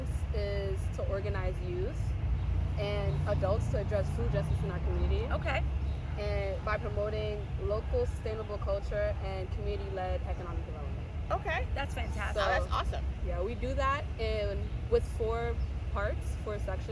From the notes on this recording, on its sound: On location at East New York Farms! Located in East New York Brooklyn.